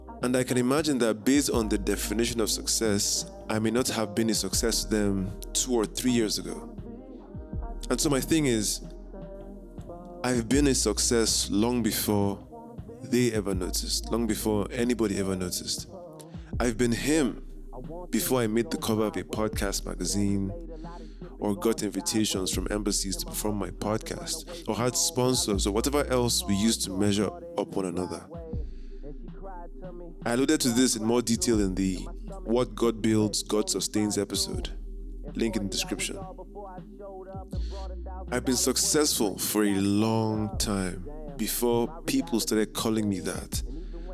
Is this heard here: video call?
no